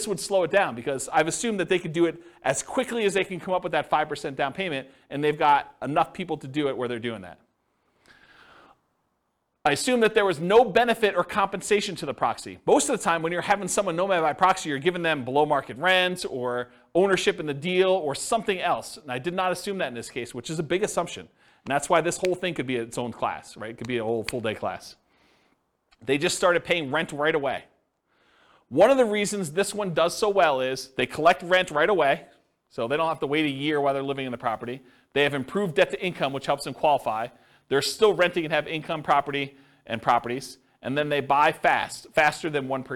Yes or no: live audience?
yes